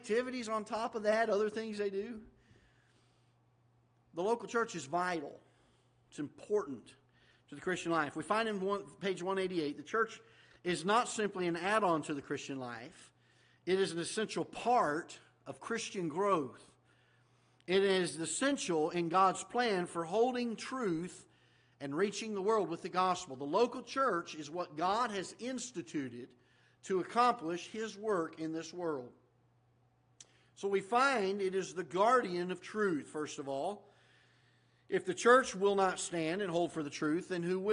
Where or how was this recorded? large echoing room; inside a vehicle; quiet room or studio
large echoing room